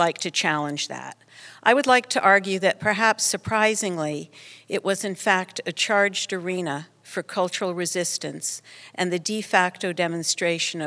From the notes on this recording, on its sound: An excerpt from the public program. Co-presented by the Museum of Performance + Design and the San Francisco Ballet.